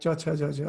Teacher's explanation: middle of the tongue touching palate